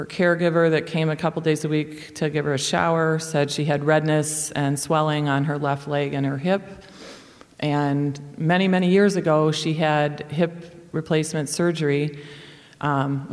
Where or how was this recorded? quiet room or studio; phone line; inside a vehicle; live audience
live audience